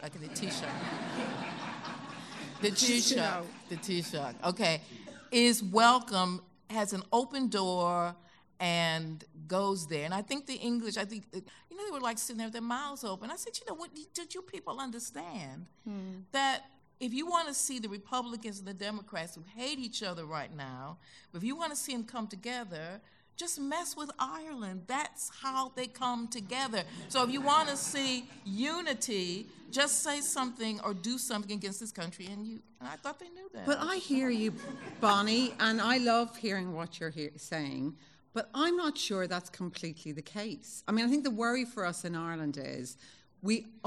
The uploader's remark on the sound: speak to a live audience